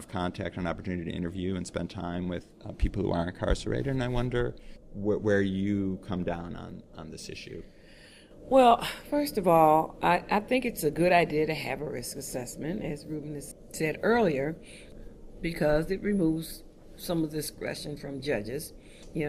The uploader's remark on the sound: Today with me at the Justice Innovation in Times of Change Conference here. At the Quinnipiac School of Law in North Haven, Connecticut are two of the panelists who participated in a discussion.